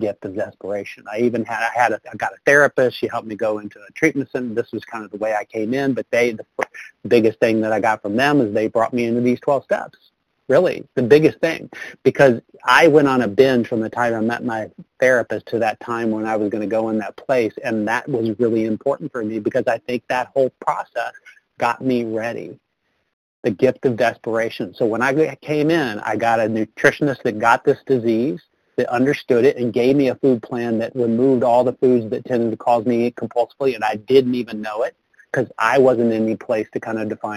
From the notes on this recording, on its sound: 100 Pounders Phone Meeting